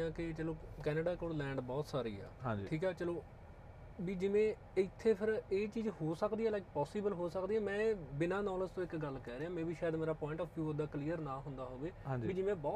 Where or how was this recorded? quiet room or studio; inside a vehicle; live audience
inside a vehicle